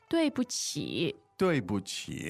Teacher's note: Fourth, neutral, and third.